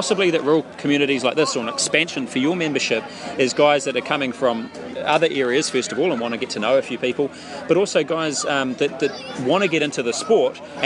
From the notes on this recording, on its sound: Another great time was had out at the Tihoi Tavern thanks to the Tihoi Hunting and Fishing. Sorry about all the noise - ITS A PUB!!